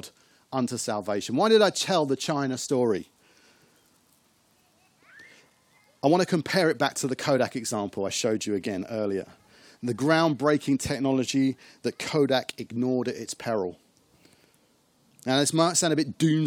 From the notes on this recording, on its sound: As we meet again in the car park of Westfield church.